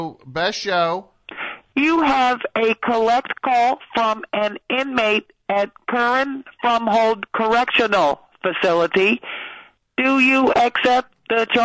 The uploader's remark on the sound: call in from jail